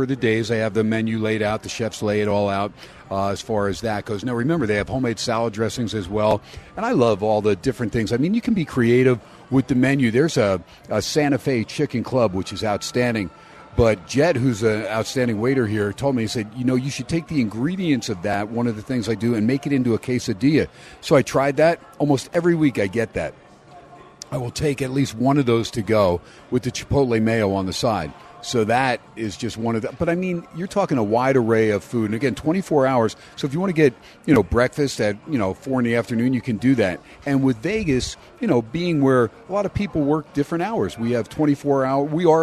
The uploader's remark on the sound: "Live" from #SteinersPub in Las Vegas